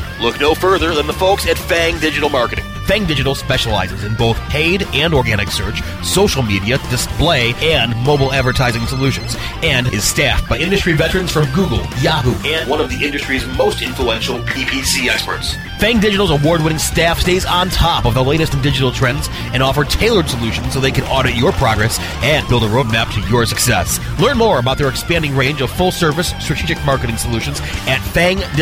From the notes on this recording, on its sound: On location from the BMA Colorado regional conference B2B Rising